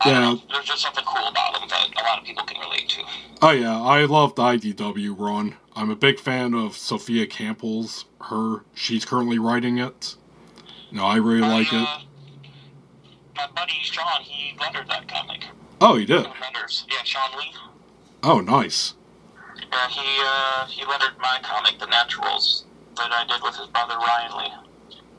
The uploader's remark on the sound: Recorded at via phone in Grand Rapids, Michigan, and Traverse City, Michigan, on Wednesday, July 12, 2023.